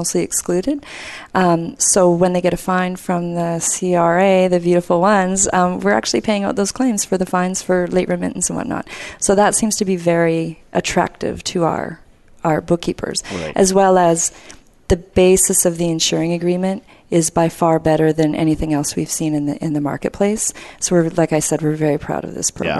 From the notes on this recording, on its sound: Live Broadcast at the The IPBC IGNITE Conference.